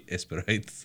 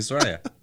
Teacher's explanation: if there's a vowel after the S, they don't say the E in front of the S. · Shown in: second take · But it has to be also at the beginning.